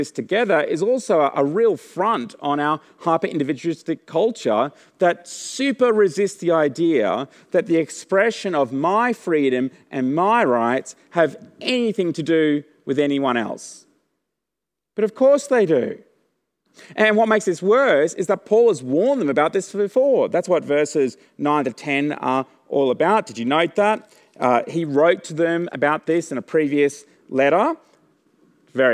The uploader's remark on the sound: The audio recording this week comes from the 6PM service.